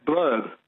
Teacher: It's a schwa in the middle, even though it's UR. Blub. Well, if I say it quickly, it's blub.